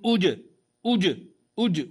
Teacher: سامع صوت الجيم مقلقلة في الابتداء